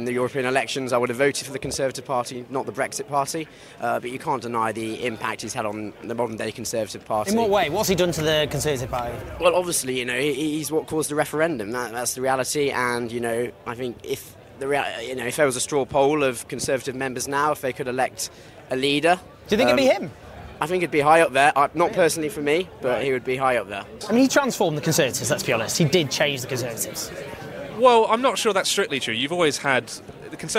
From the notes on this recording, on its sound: Every year we go to Tory Conference to record our behind the scenes documentary.